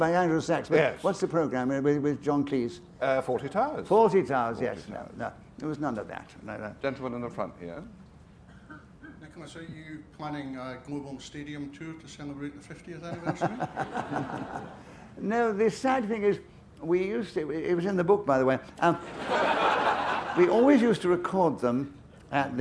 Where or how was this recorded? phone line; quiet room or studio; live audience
live audience